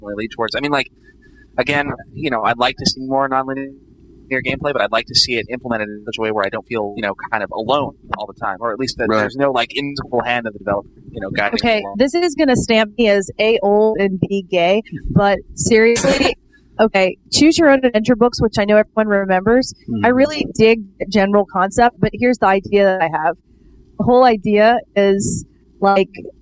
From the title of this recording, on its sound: The Bad Audio One